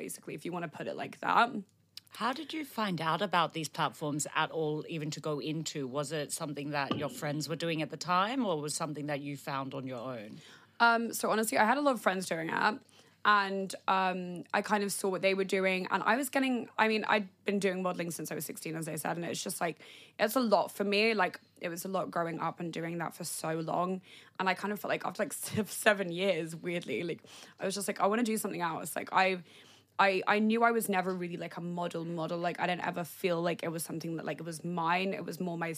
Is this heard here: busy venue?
no